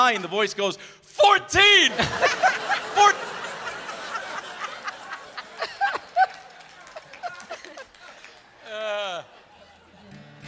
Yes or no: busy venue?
yes